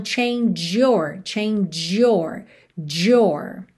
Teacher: Aqui a gente já juntou change, que tem esse sonzinho tch, tch, no final, com your.